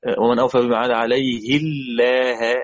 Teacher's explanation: ومن أوفى بما عهد عليه الله، عليه إذا كسر الهاء قرأ بالترقيق